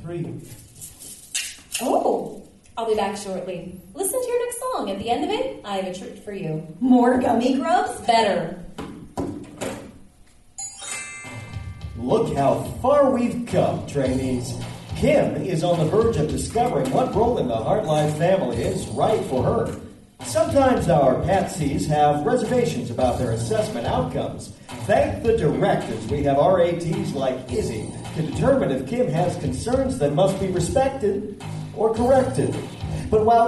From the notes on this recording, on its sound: We are excited to share a live recording of our 2015 Chicago Fringe Festival show.